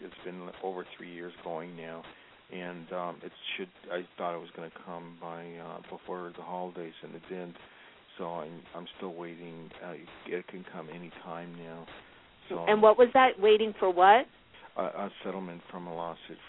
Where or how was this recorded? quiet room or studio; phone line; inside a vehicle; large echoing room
phone line